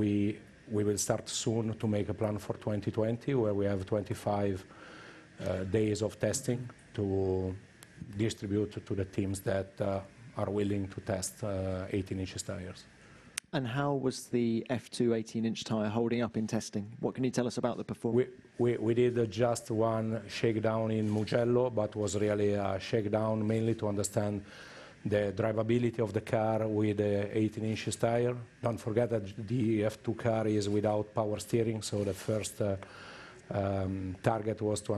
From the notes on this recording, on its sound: Friday Canada Team Principles Press Conference